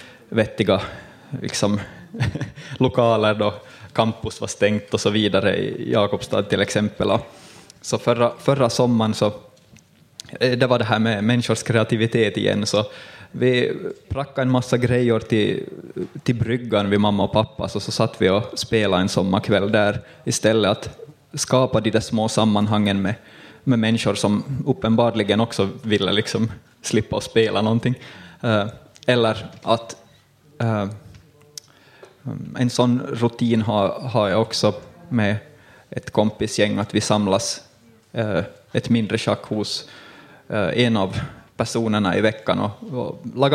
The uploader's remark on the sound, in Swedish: Nyfikas live-podd på Humlefestivalen 2021